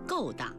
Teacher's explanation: 勾当的勾应该读去声